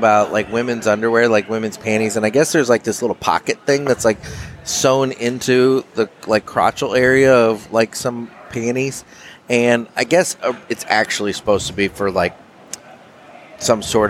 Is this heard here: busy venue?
yes